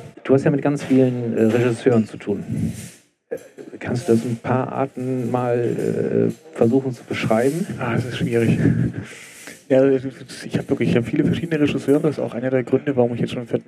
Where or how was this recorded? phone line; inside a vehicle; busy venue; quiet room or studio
busy venue